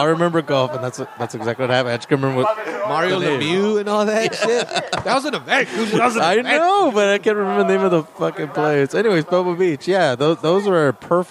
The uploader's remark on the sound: we play a segment we recorded last month at the open mic held at the Press Club in Seaside